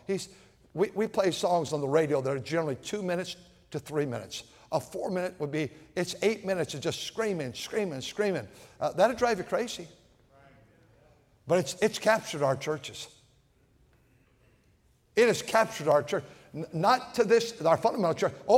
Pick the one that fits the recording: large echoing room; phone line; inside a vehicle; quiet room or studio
large echoing room